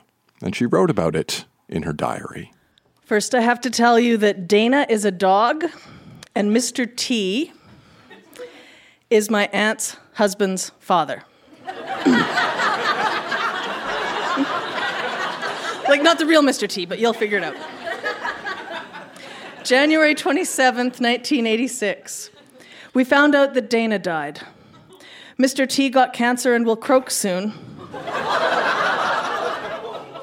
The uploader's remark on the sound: Recorded live at the Artesian in Regina, SK.